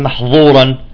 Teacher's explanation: لأن بعض الأخوة تمام بيفخم الذال بيطلع لكها محظورا